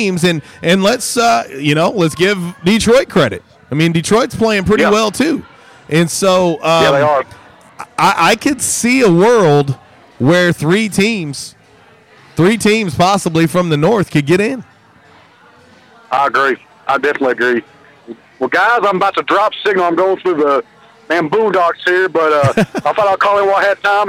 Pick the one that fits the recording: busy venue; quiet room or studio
busy venue